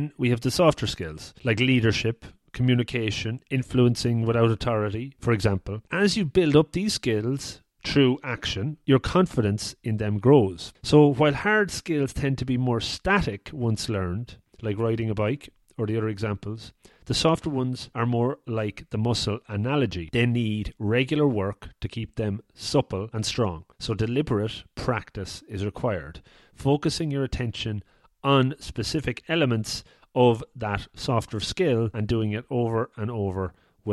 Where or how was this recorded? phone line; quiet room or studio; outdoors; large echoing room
quiet room or studio